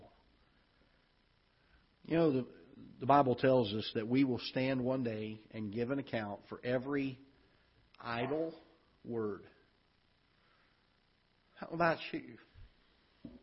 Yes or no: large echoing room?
yes